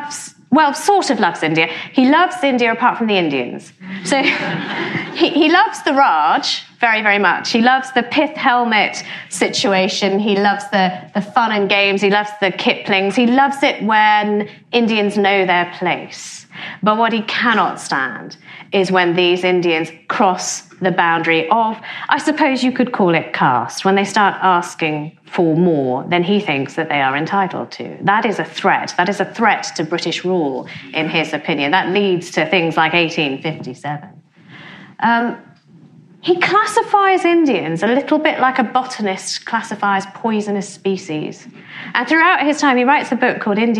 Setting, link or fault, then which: setting, live audience